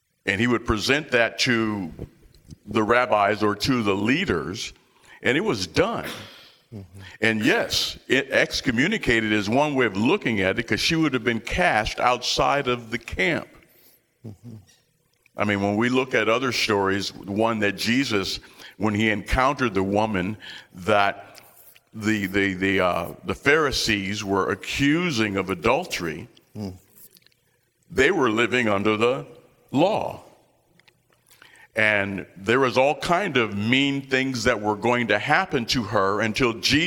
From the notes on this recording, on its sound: These sermons are taken live from our Sunday morning church services.